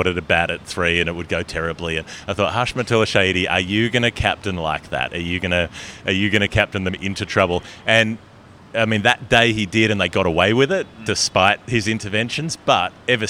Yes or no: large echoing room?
no